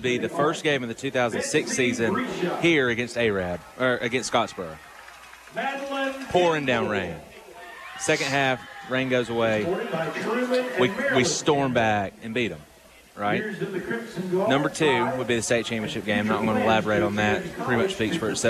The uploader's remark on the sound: A live edition from Chorba-Lee Stadium